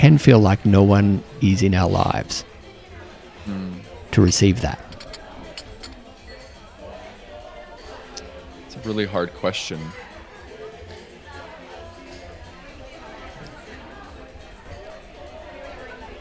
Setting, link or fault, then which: setting, busy venue